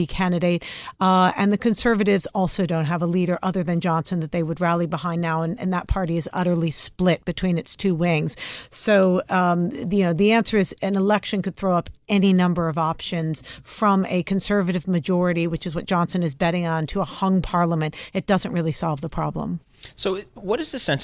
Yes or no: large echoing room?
no